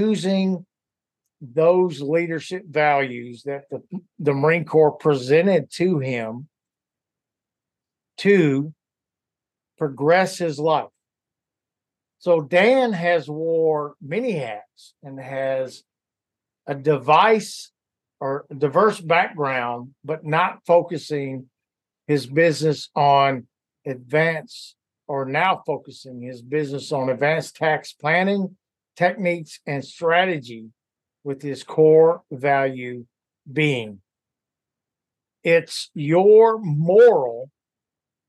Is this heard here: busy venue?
no